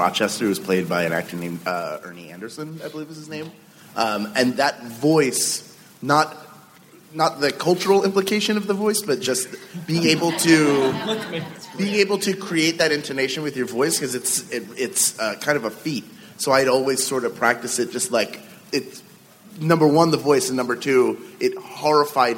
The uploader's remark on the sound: At C2E2, Chicago. From C2E2 in Chicago, the TAH panel.